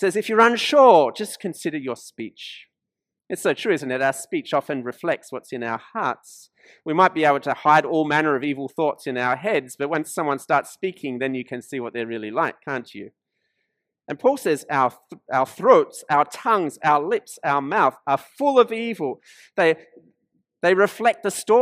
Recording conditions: large echoing room